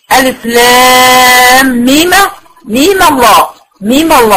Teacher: أنا خلصت من حركة الميم الساكنة بالفتح ومديتها ايه؟ حركتين. ووصلتها بلفظ الجلال.